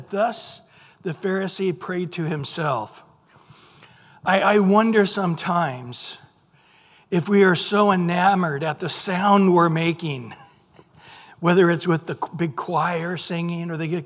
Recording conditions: large echoing room